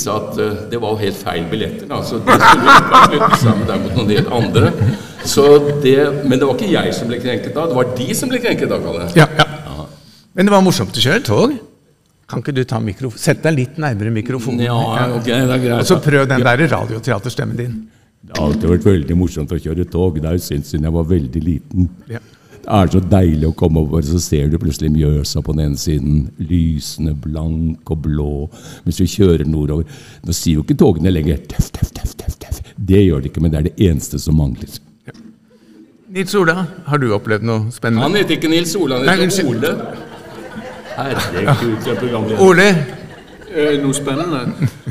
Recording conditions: live audience